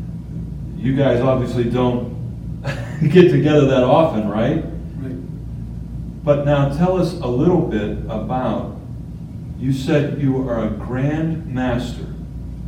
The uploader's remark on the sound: This episode was filmed LIVE at the 2019 REACHgathering